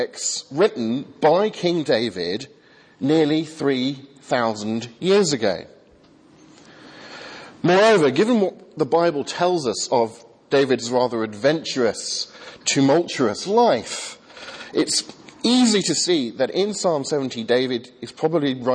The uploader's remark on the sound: Remembrance Sunday sermon from the 8 am service at Highfield Church, Southampton.